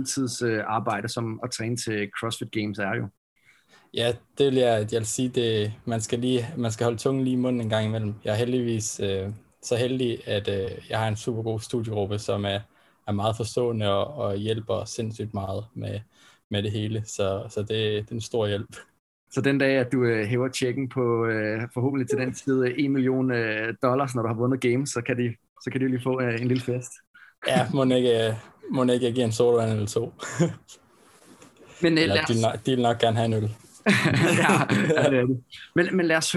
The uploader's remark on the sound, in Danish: Da interviewet er optaget via gode gamle Zoom, så kan vi desværre ikke præstere lige så god lyd som vi plejer.